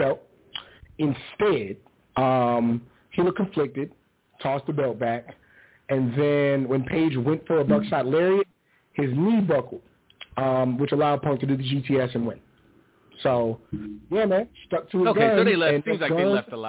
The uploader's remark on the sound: Live calls and much more. Weekly caller, email and tweet driven show.